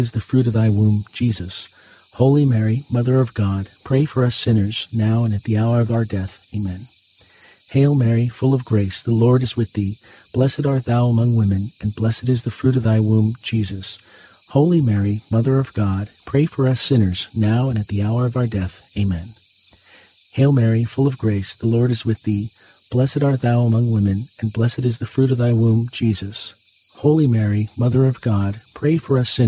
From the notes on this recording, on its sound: Get closer to nature and enjoy the soothing outdoor sounds of cicadas singing on a warm summer night alongside this Monday rosary.